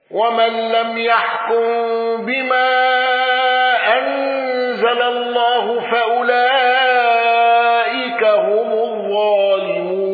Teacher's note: يعقوب بالوقف بهاء السكت